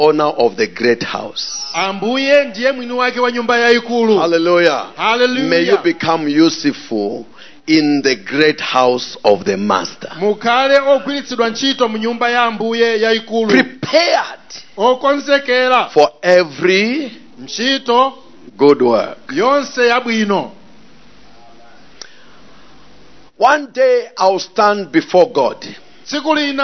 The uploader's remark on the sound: Preached at the Encounter Service at Word Alive Blantyre City Church on 22nd January 2023